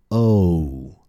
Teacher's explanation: We finish in U, with our tongue all the way back and tense. · For O, your tongue goes further back and becomes tenser. This is because the second half of O contains U.